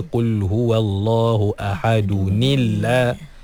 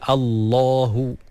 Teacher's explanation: Dan bila kita baca dengan baris bawah pada tanwin tu, automatik lafzul jalalah dinipiskan, ditarqiqkan. · Shown in: first take · Jadi asalnya tebal Allahu.